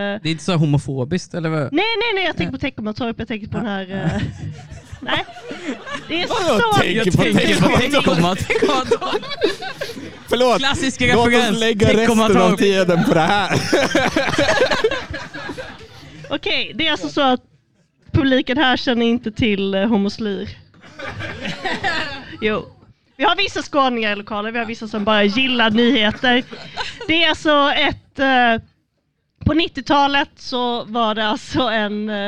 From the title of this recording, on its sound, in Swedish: Live från Potatisen